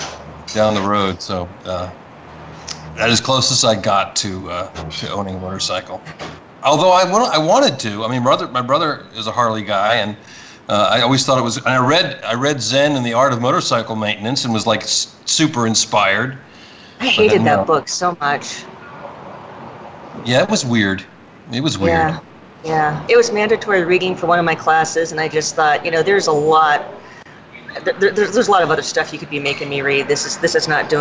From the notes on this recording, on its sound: This will be our first remote podcast, airing live from the Rust Is Gold coffee and antique shop in Albuquerque.